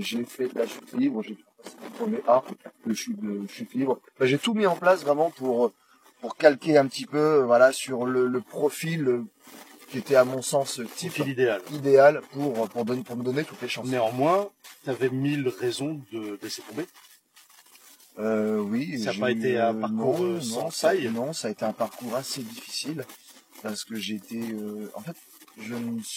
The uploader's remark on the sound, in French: J’ai eu un petit problème avec le son sur la première moitié de l’émission. Même s’il y a un bruit de fond, cela reste audible.